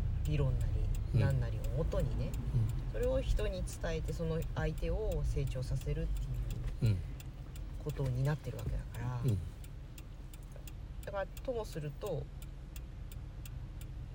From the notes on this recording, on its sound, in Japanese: 久しぶりに移動中の車の中から収録でお届け！動物病院へ行く道すがら。